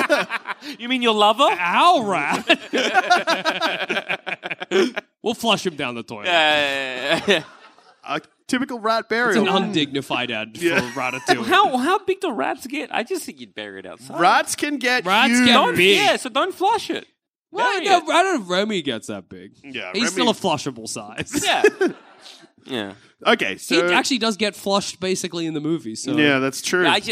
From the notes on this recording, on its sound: Live from the Leicester Square Theatre in London. As part of our London 2022 Tour.